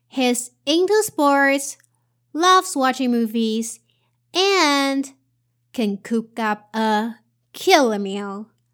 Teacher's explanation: Also, in this sentence, after pointing out sports and movies, the speaker pauses a little bit after saying and, for he wants to make a highlight of the rest of the part. And after a pause, he revealed what is the main point here by putting more stress on killer meal.